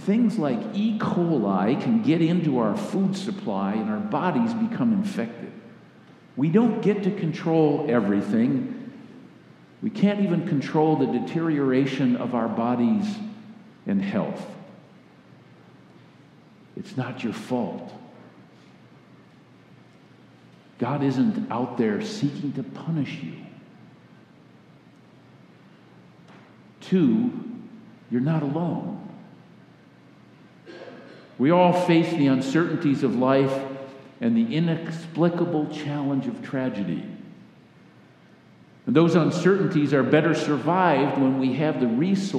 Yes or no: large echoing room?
yes